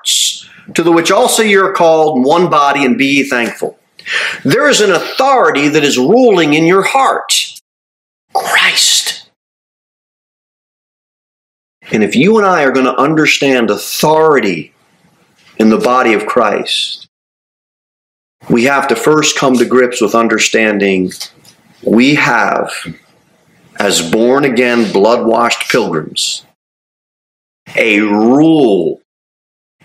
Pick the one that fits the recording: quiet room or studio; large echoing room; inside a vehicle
large echoing room